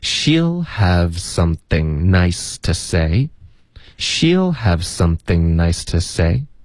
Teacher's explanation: 它里面其实唯一的变化呢，就是这个 to 会弱读成 t